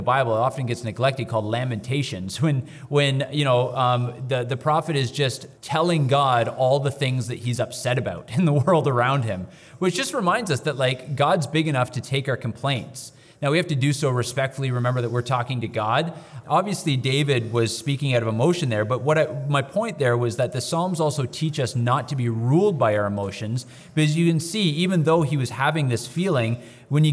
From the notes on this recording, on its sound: Live from the conference. Record a LIVE episode from the Men of Valor Conference where nearly 300 men gathered at Crossroads Church.